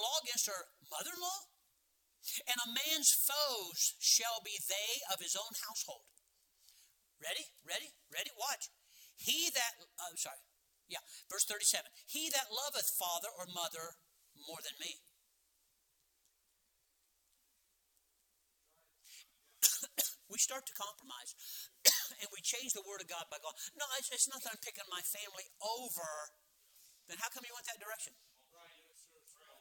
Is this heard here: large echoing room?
yes